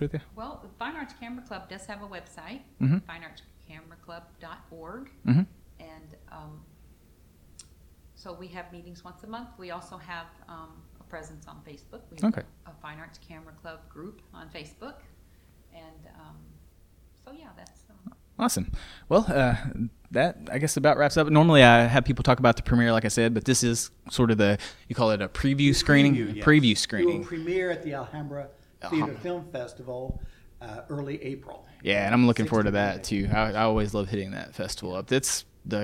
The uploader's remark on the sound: Unfortunately we had a bit of trouble with audio levels in this one. Certain parts are a bit lower than others.